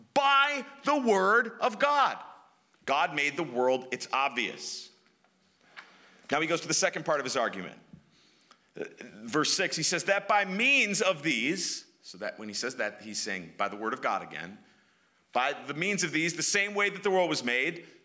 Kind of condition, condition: setting, large echoing room